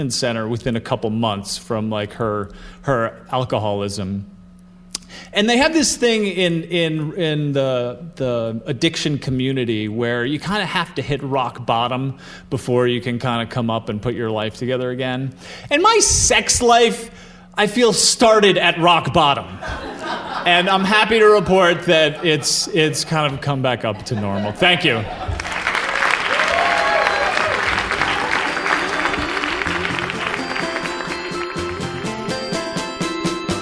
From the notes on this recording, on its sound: Live From Albany! Share stories at our live show at the Linda Theater in Albany.